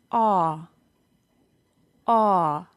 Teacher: the lips are made rounded. They don't get closed like the OO sound, the sound in soon, but they are made round and open. Also, our jaw opens for a bit for this sound. · Term: AW sound